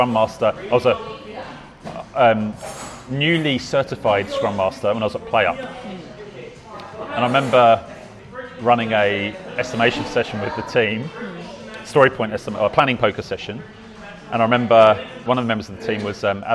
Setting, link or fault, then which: setting, busy venue